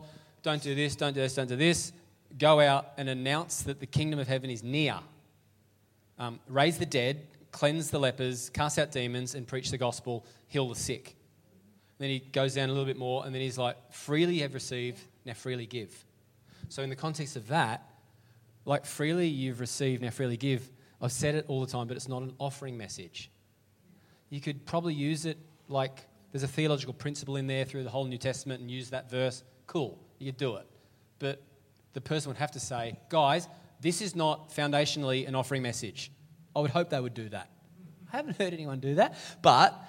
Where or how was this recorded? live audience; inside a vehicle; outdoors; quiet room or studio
live audience